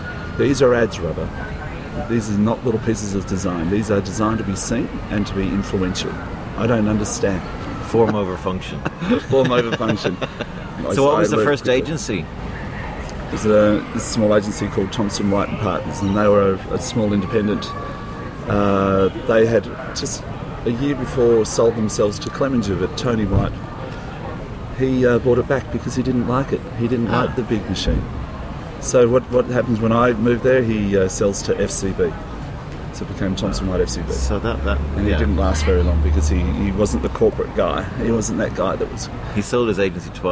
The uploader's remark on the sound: This first outside (and rather noisy) episode. Recorded: Sydney.